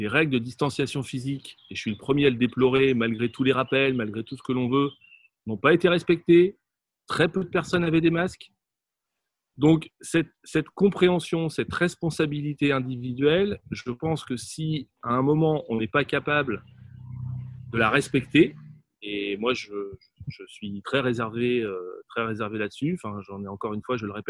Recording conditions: video call